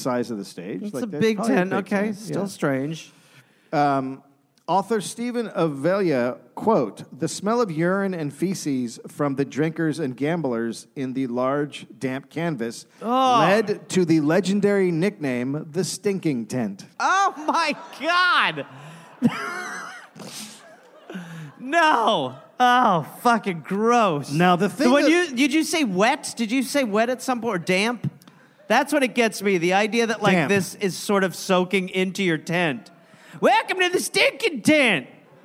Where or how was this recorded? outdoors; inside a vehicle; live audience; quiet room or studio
live audience